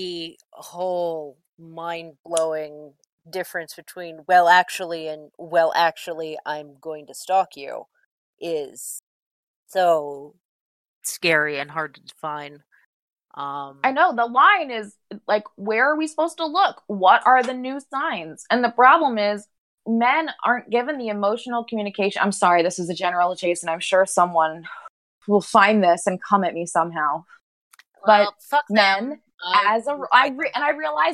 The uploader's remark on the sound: We record the podcast live on Discord.